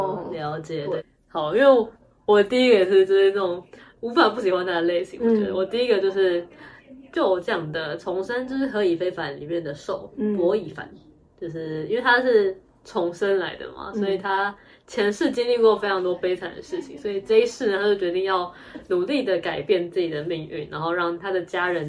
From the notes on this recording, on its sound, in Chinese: 本集原本為手機錄製收音的影片，如果覺得音質不夠清晰